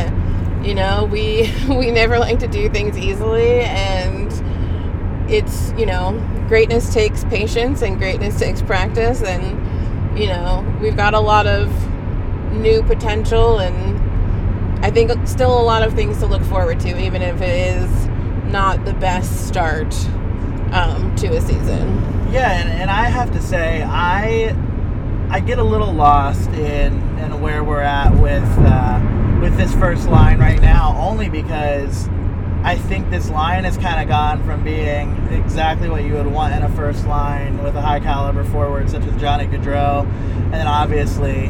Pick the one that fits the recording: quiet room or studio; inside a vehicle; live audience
inside a vehicle